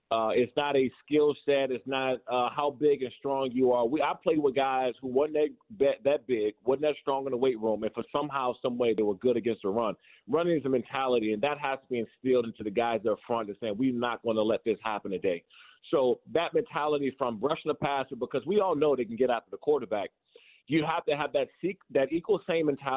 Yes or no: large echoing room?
no